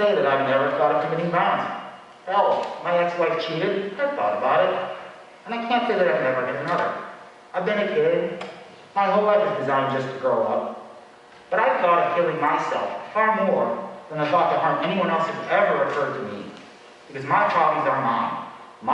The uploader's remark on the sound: at the Negative Space open mic; Cleveland, OH